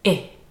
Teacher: the I sound is of course much shorter, but it's not just shorter, it's also a different mouth shape in that the inside of the mouth is much more relaxed and the front of the tongue does not push forward quite as much as in the first sound.